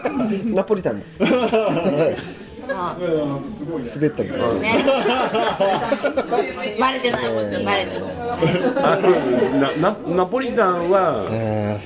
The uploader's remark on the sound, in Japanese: 滝上町オフライン収録！新オープンするふくらい家潜入収録！